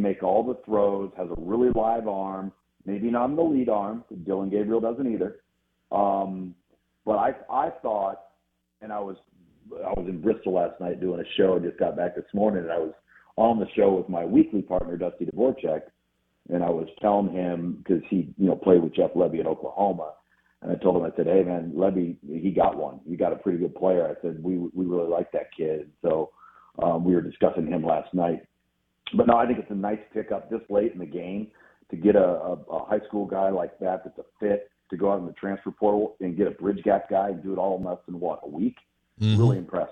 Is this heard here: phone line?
yes